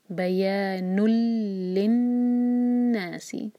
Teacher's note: यहाँ पर नून को लाम से जोड़ेंगे बग़ैर नाक में ले जाए